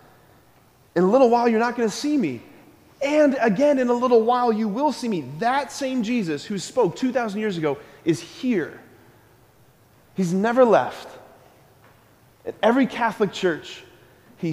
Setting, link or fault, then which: setting, large echoing room